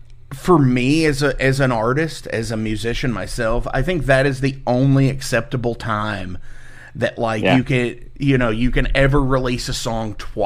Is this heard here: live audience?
no